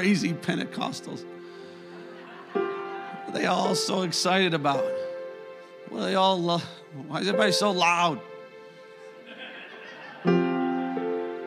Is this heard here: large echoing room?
yes